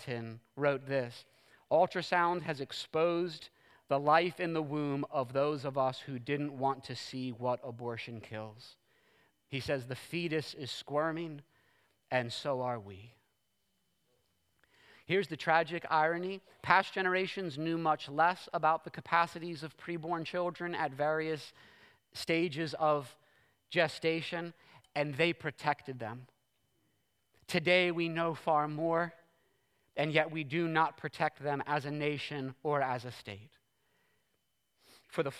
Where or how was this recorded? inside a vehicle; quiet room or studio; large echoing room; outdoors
large echoing room